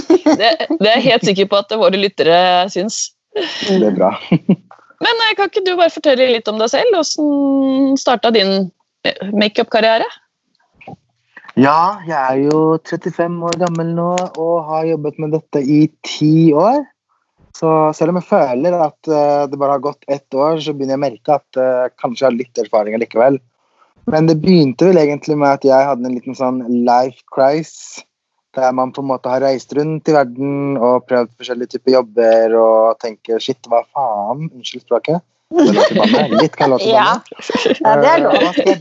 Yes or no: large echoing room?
no